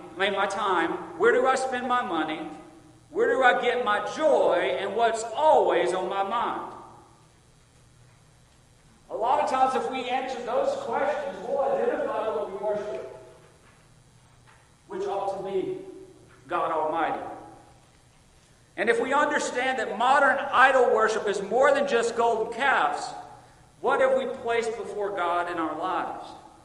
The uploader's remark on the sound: Recorded Sunday Evening, August 28, 2022 at Friendship Baptist Church.